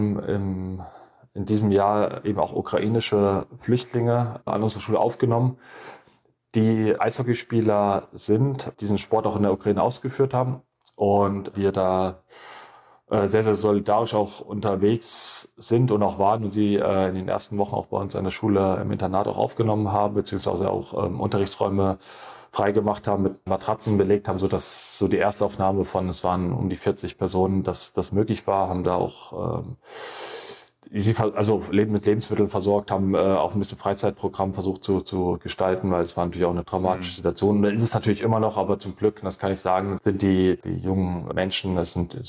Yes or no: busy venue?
no